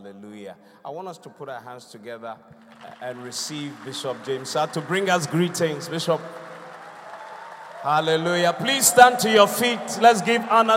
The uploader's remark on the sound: Thanksgiving Service ( Encounter Service ). Preached at The Qodesh.